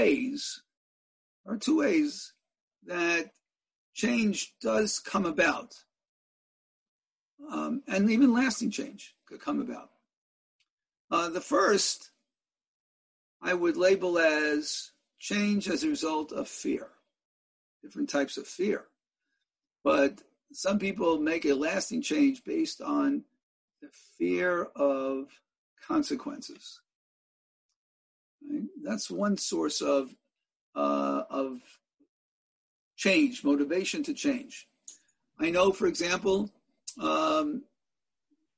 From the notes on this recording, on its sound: In a ZOOM teleconference Shiur